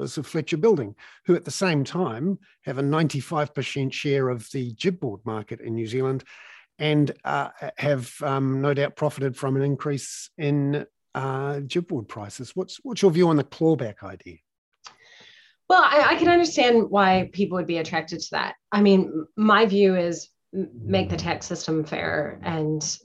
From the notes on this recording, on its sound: In this week’s live hoon webinar for paid subscribers, which is in recorded form above.